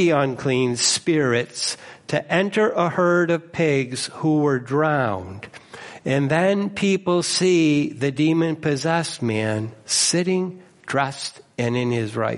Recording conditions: large echoing room